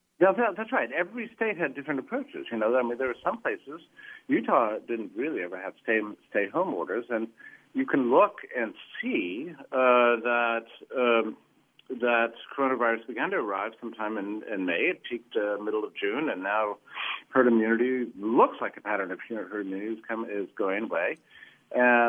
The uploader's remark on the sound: We also hear live calls from listeners on the topic.